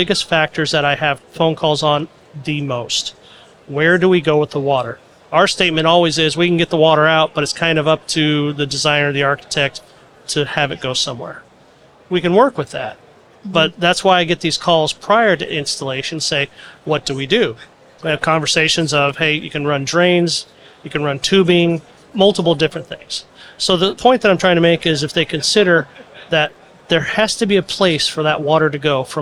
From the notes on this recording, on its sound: A23 Live. In this A’23 on location episode.